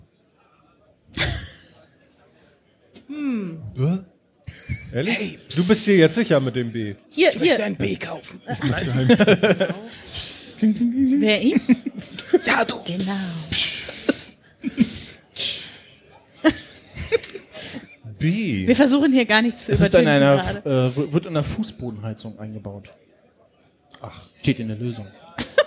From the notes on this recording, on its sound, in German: Chaos Communication Congress statt Auf dem 33c3 in Hamburg fand die dritte Ausgabe statt, erstmals vor großem Publikum und unter Alkohol Einfluss! An vierter Stelle gab es wechselnde Teilnehmer aus dem Publikum vor Ort!